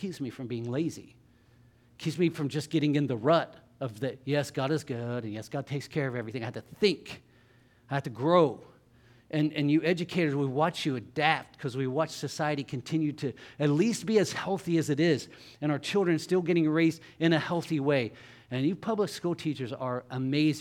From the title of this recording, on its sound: LIVE Services at Sunshine